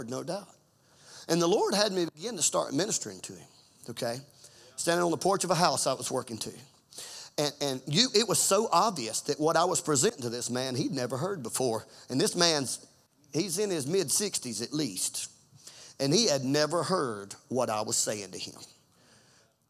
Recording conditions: large echoing room